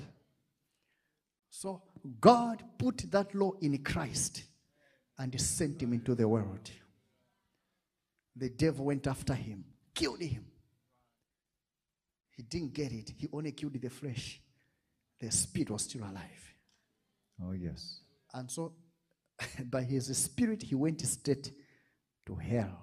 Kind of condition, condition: setting, large echoing room